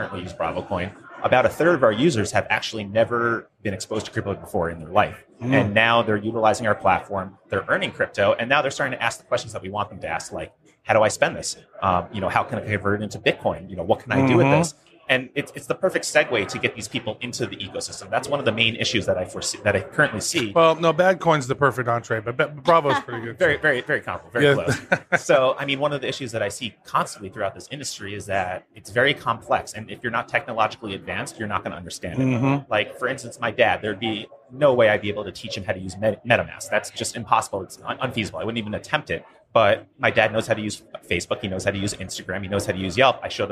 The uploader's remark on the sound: Live from Consensus 2019.